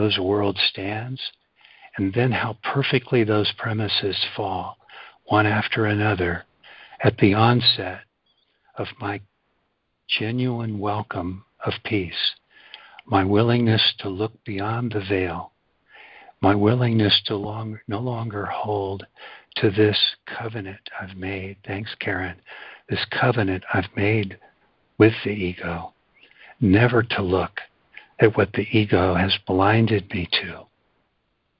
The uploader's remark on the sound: ACIM Daily Conference Call